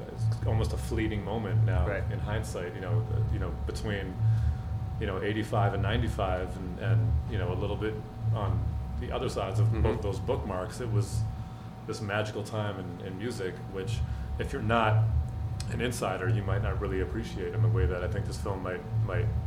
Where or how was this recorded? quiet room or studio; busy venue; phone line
busy venue